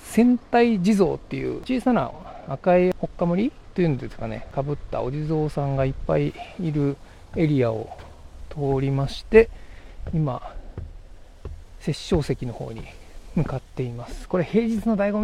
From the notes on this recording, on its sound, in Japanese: 栃木県那須にある「殺生石」。現地で収録したレポート。